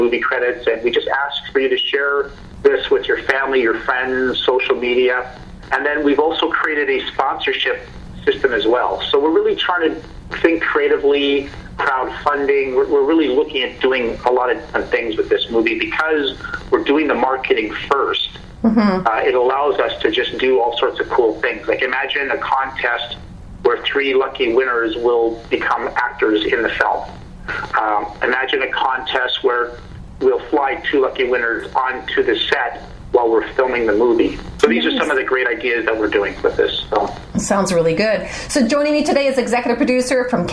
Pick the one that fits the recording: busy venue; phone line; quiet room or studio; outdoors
phone line